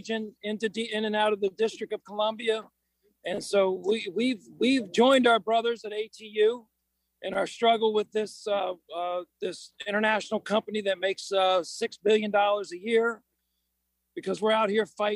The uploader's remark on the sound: Live report from the Teamsters 639 picket line against Keolis Transit in Prince William County.